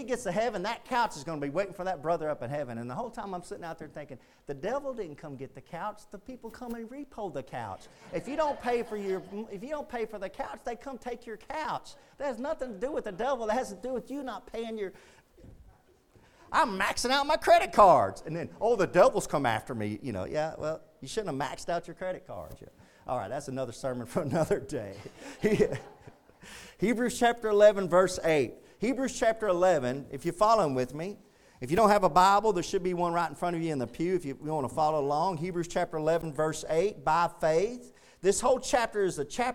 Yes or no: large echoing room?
yes